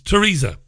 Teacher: You're not supposed to pronounce the TH when you say Theresa May